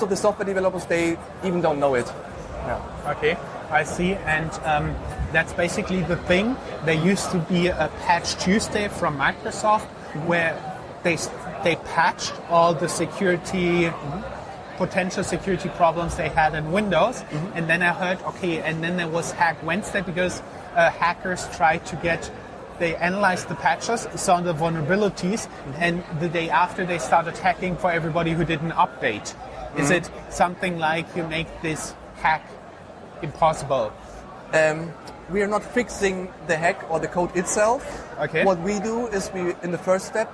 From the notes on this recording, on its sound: The video interview was recorded at the booth of Frankfurt Forward at Entrepreneur University in Wiesbaden, Germany.